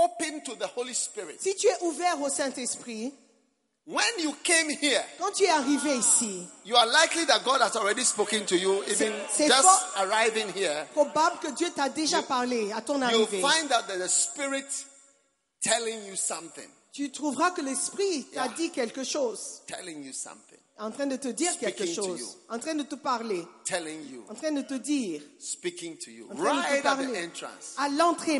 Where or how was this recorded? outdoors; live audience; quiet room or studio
live audience